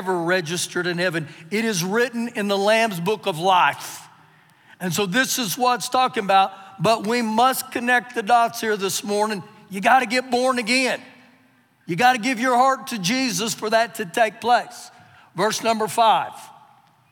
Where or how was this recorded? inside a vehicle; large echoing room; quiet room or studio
large echoing room